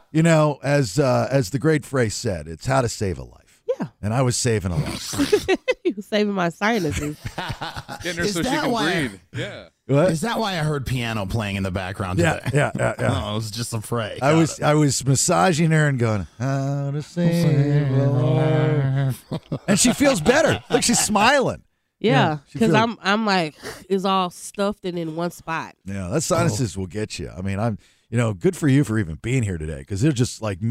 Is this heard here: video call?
no